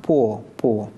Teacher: Естественно, перед ним никакой огубленности, ничего не происходит. В церковном произношении непосредственно предшествующее этому «о» «п» должно быть огублено